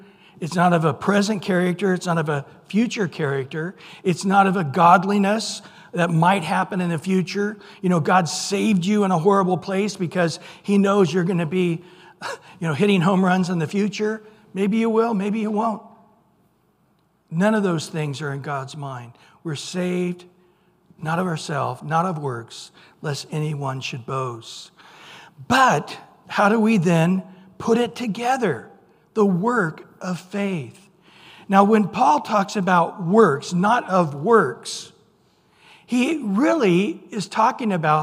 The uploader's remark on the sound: Recorded at Calvary Chapel of Los Alamitos